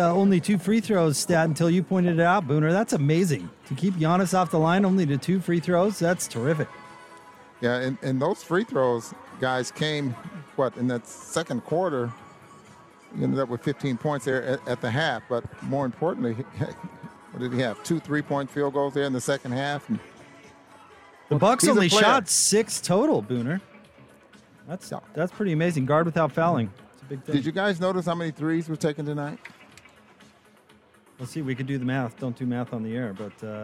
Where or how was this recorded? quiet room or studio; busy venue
busy venue